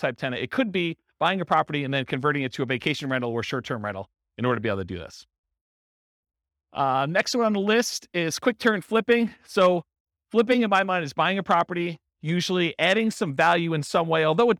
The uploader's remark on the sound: This was a live class recorded. In Chandler, Arizona.